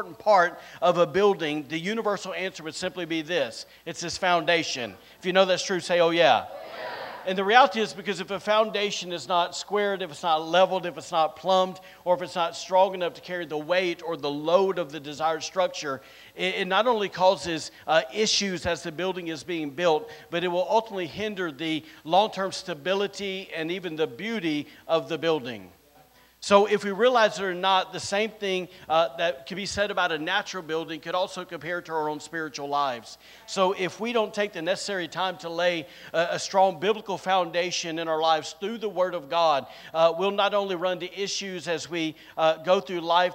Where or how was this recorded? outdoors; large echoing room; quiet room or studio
large echoing room